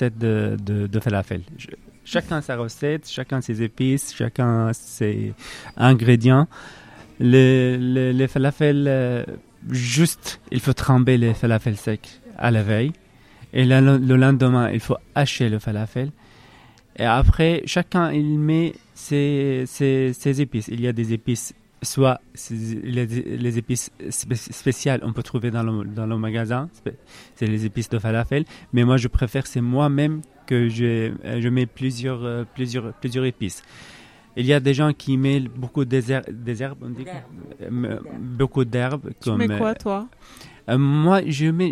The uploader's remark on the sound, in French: Cet épisode a été enregistrée début juillet dernier, chez Grand Scène donc, en live, à l’occasion du Refugee Food Festival. Le génial nouveau food court lillois.